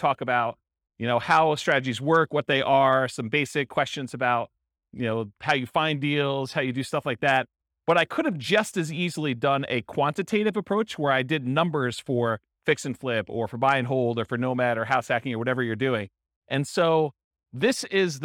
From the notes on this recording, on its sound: This was a live class recorded.